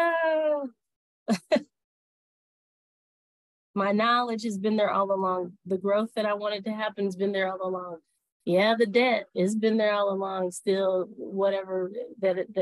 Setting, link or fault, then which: fault, drop-outs